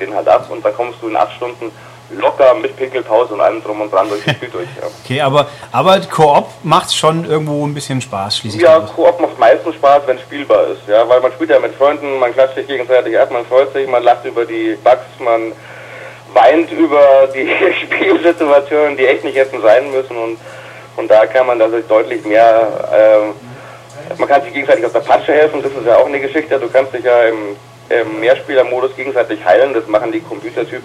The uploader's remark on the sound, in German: Wir lassen uns von technischen Problemen bei der Aufnahme und mangelnder spielerischer Qualität doch nicht schrecken! In angemessenem LowFi-Ambiente.